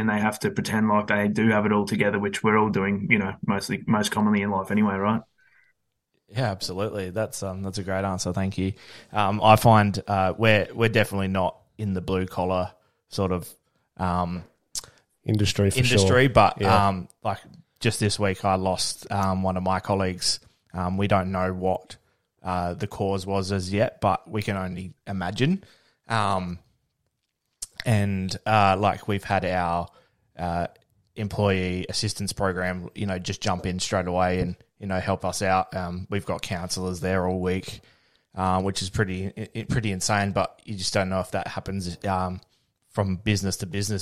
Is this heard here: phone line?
no